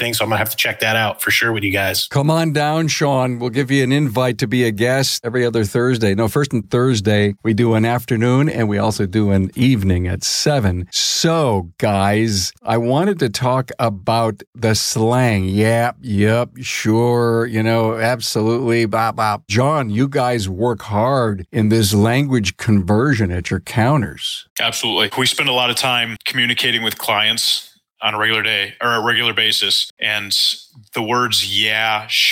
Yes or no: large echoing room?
no